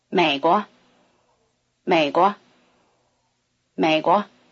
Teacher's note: Notice that 国 takes the neutral tone in a country name